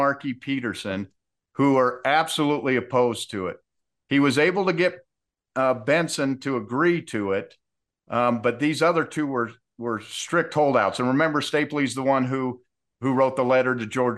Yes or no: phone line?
no